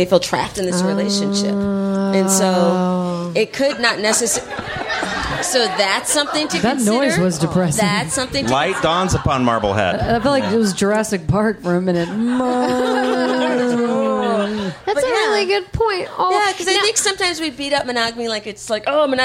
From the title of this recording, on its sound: Live in DC